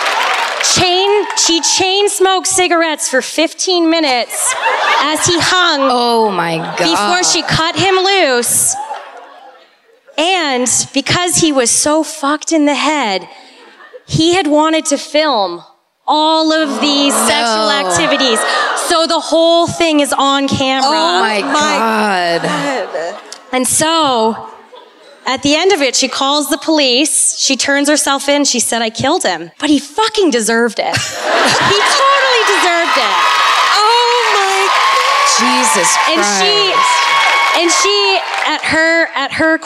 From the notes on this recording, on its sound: Live at the Sony Centre in Toronto (Night Two).